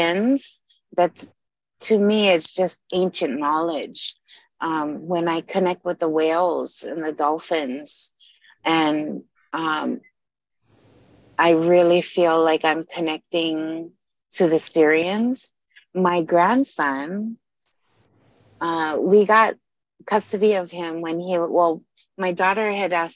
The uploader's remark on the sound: Zoom call.